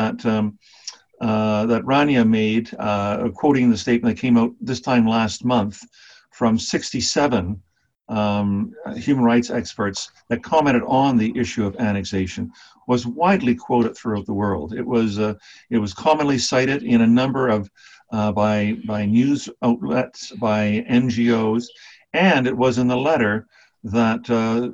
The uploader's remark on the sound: We would like to thank our friends in the Cairo Institute for Human Rights Studies (CIHRS) for permission to use to the audio of this webinar.